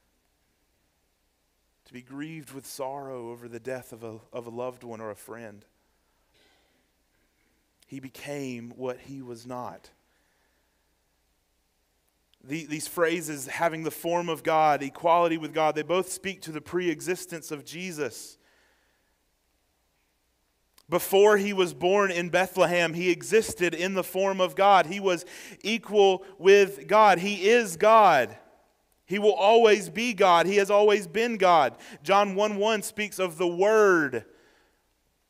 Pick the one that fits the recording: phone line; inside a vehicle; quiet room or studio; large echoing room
large echoing room